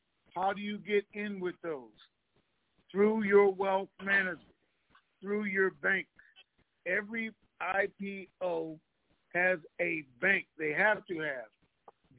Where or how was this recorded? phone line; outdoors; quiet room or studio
phone line